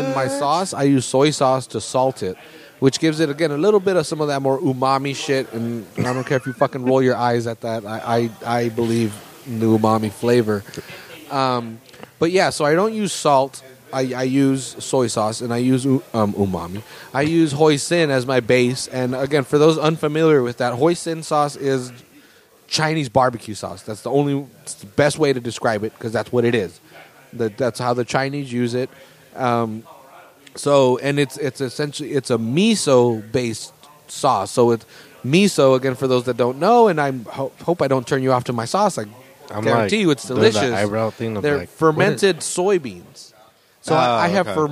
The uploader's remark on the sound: we play a segment we recorded last month at the open mic held at the Press Club in Seaside